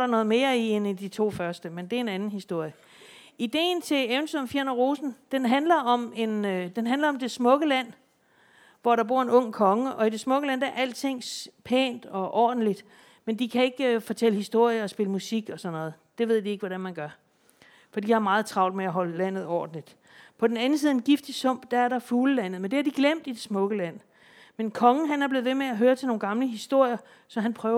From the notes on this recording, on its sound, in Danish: Podcasten fungerer også som en Q&A, hvor en aktiv og interesseret skoleklasse spørger ind